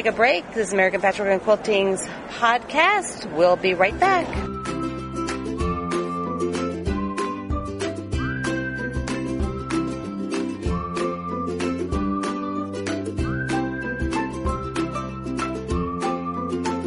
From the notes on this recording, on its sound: This whole show is done from the Trade Show in Houston TX. I set up interview and then we try to find a somewhat quiet spot near my guests booth so I don't have to have them go to far.